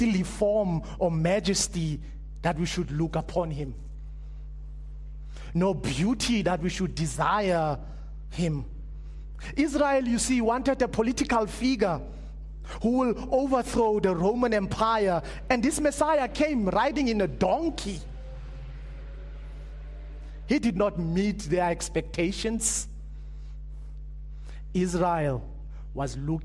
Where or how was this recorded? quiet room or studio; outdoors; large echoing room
large echoing room